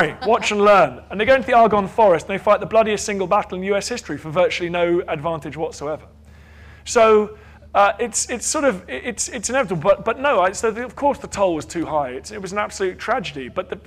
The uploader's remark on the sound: Recorded at Chalke Valley History Festival 2016.